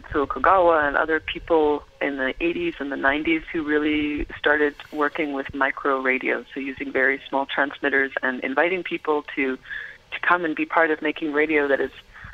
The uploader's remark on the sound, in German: Am Telefon, als sie gerade Santa Cruz (Kalifornien) unsicher machte.